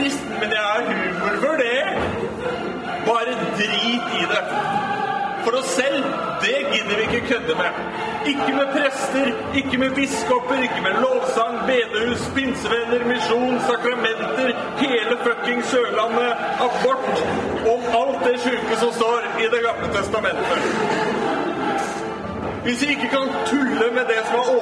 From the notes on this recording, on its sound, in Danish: LIVE fra Oslo-forbundet. Publikum og god stemning.